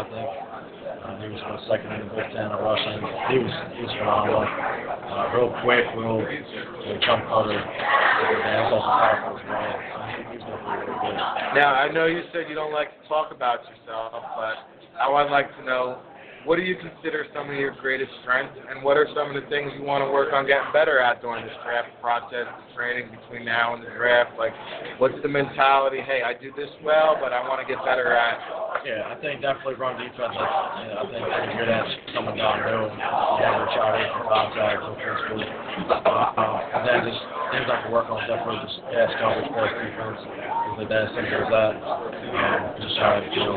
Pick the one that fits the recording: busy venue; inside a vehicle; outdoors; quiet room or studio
busy venue